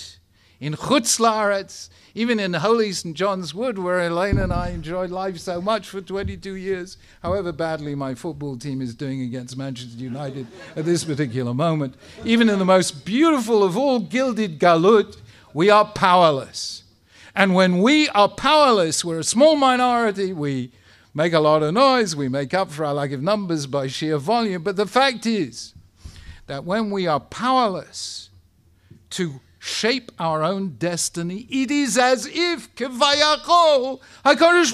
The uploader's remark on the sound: Speaking at the Beit Knesset Feigenson